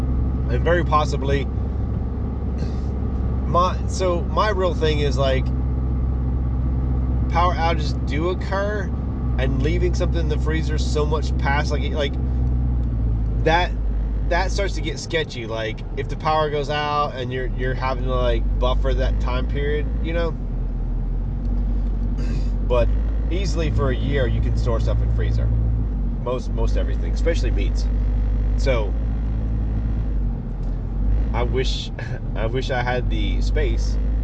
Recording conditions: inside a vehicle